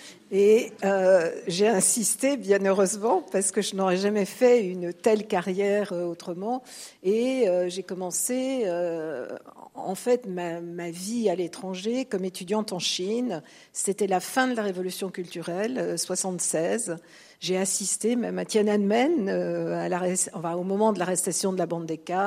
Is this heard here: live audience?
yes